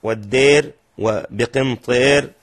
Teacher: أمال الدوري الألفات الواقعة قبل الراء الألفات الواقعة قبل الراء المتطرفة المكسورة